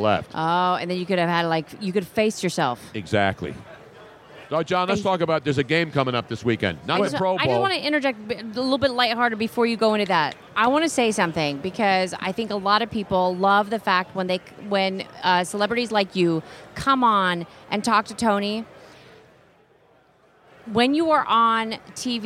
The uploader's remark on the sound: Here at Radio Row for Super Bowl 52 LIVE from Mall Of America and this place is now crawling with players of today and yesterday. Hall Of Famers and Prime TIme Players everywhere.